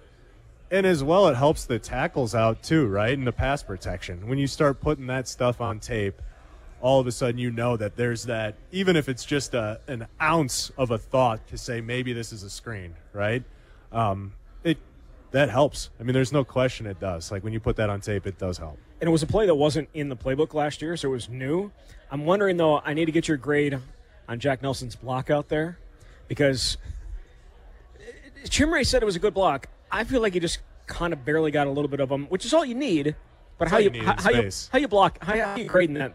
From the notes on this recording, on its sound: live from Monk's Bar and Grill in Sun Praire